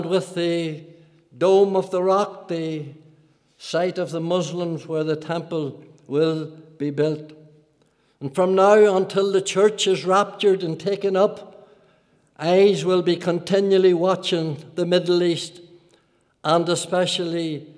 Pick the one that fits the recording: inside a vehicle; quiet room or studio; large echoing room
large echoing room